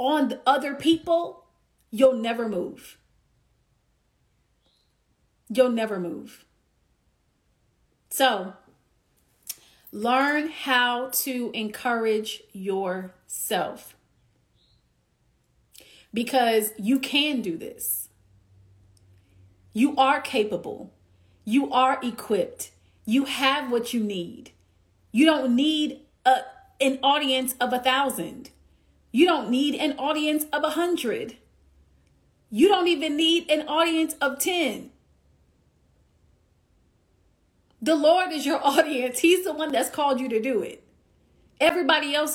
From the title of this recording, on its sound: Instagram Live